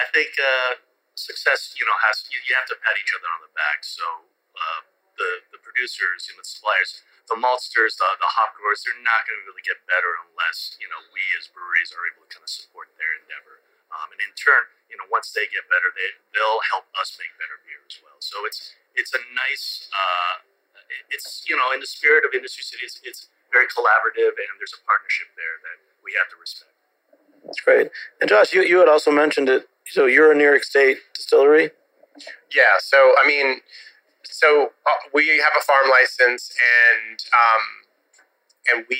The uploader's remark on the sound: On location at the ‘drinks capital of Brooklyn’ - Industry City. On location at the ‘drinks capital of Brooklyn’ - Industry City.